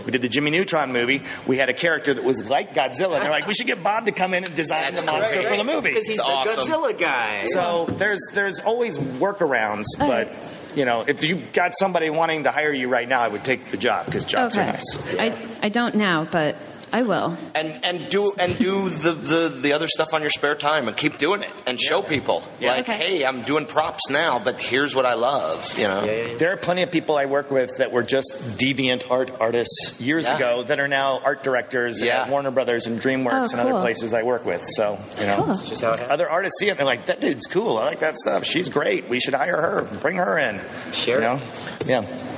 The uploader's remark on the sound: A lively panel discussion with a very engaged audience. Recorded at Phoenix Comic-Con.